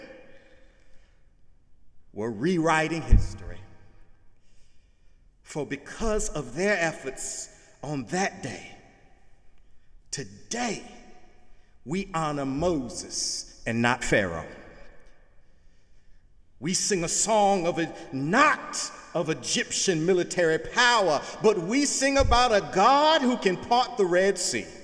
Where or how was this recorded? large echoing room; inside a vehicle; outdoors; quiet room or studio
large echoing room